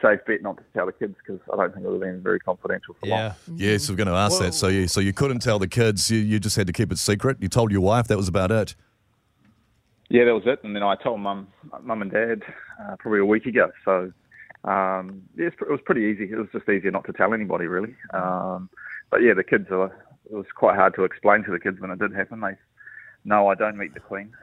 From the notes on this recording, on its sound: joins us on the phone